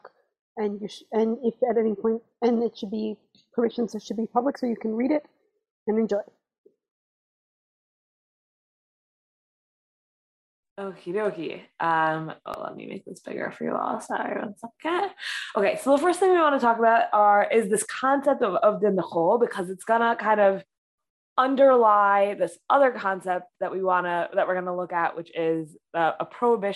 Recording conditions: video call